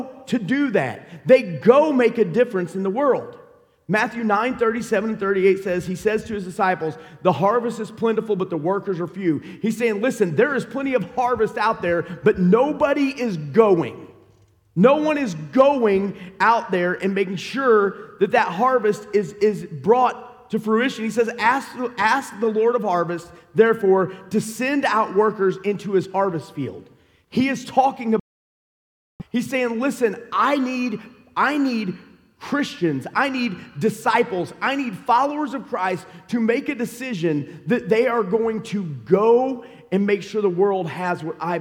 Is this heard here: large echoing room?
yes